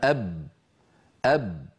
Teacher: فالباء العربية مجهورة، لما يقول أحدنا أب أب فنجد بأنه لا مجال أبدا لأن يمر لا صوت ولا نفس